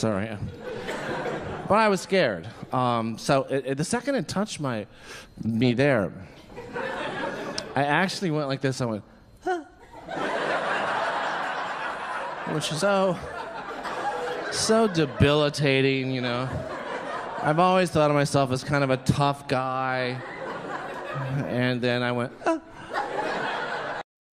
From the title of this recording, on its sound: Stand Up Comedy Live Gotham Comedy Club